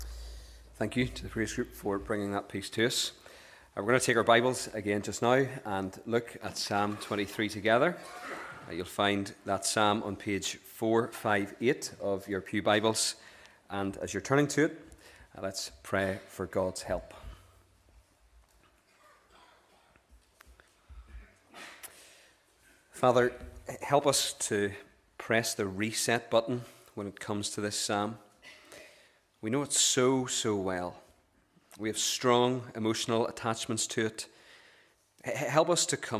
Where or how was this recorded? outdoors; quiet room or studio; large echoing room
large echoing room